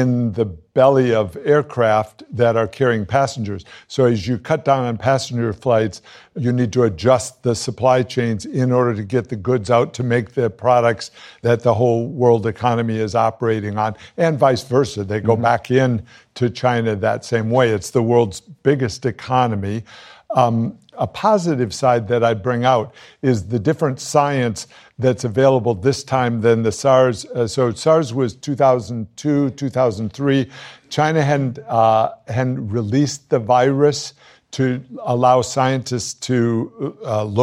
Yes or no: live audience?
yes